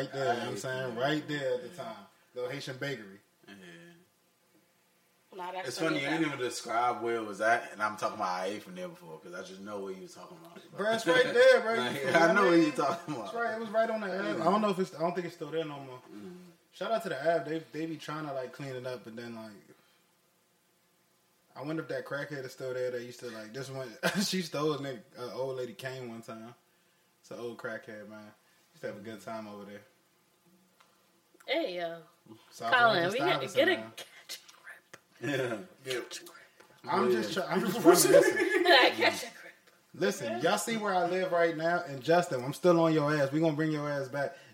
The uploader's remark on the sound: It was Memorial Day Weekend & the Pod decided to get together and throw the mics on. Please excuse any technical difficulties, as we recorded this without a camera crew.